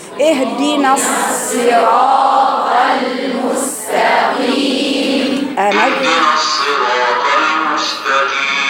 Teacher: الراء مفتوحة مضخمة، راء مد طبيعي بعدها